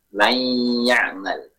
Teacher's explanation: Pengucapan ya-nya harus disertai dengan gunnah. · Term: idgham naqis